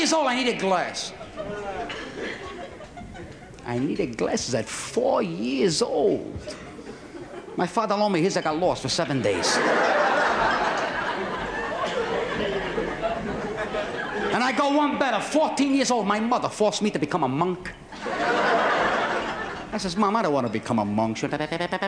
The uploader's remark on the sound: Selected cuts from the album originally recorded at Carnegie Hall in New York. The live audience's laughter can seem shrill at times.